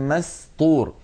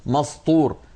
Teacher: التقى في كلمة مسطور سين وبعدها طاء، والطاء حرف مستعل مفخم مطبق، وقبله سين مرققة مستفلة · Shown in: first take